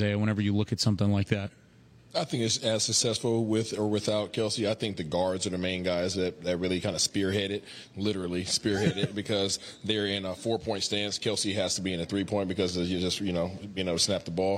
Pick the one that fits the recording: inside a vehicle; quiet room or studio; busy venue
busy venue